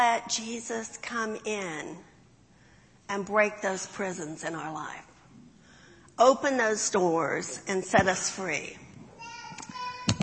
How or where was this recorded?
large echoing room